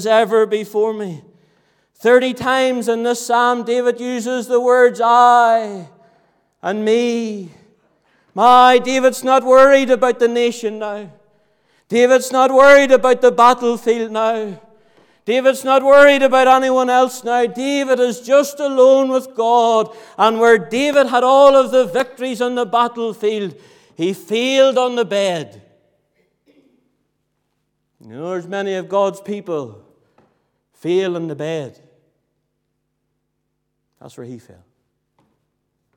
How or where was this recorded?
large echoing room